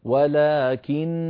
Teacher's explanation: النون المشددة مغنونة وصلا ووقفا